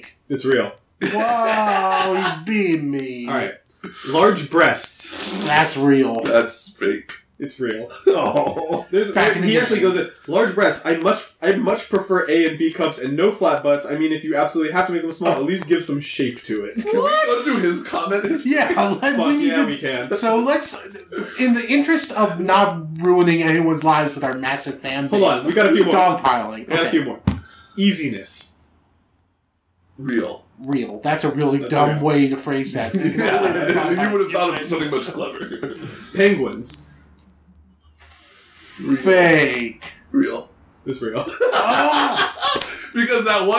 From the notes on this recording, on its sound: what if we recorded the whole episode in person and still managed to make it sound like shit